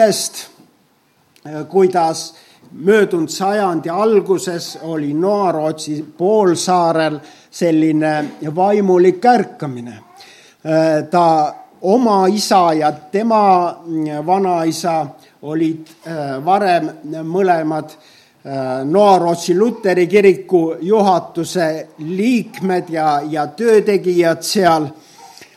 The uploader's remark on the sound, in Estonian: Audio salvestus koosolekult